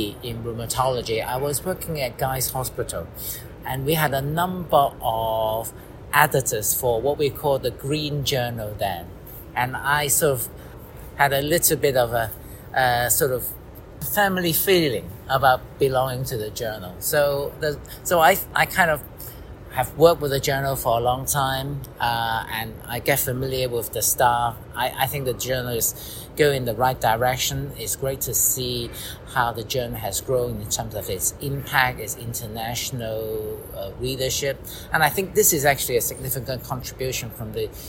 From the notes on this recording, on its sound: recorded at ACR23